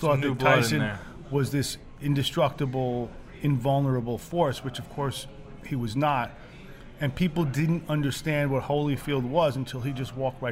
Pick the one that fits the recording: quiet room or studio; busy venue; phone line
busy venue